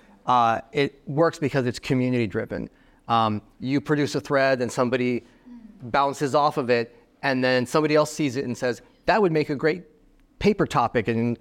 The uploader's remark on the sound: Live from Oxonmoot 50